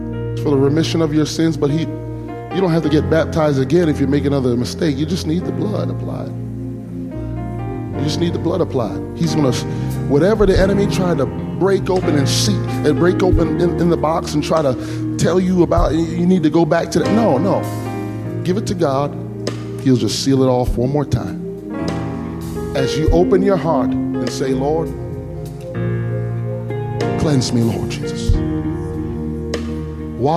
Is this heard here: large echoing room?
yes